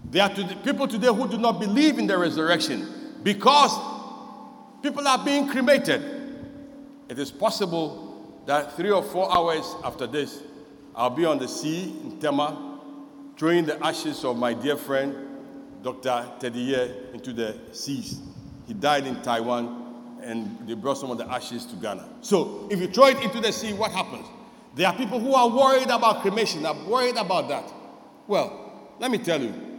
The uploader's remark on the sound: Sermon preached at CBC Shiashie Campus